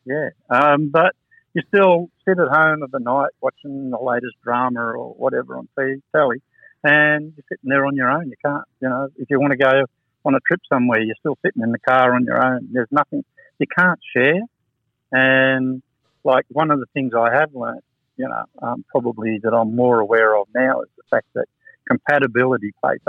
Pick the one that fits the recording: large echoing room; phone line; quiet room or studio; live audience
phone line